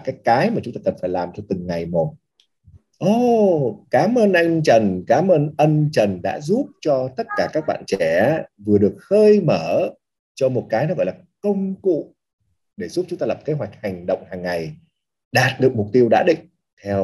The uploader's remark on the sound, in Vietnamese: Chia sẻ trực tuyến qua Zoom.